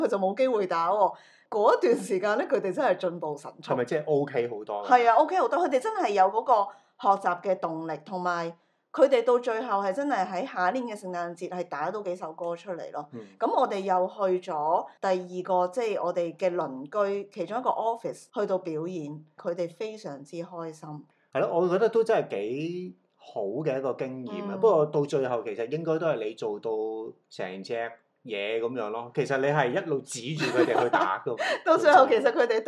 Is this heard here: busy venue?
no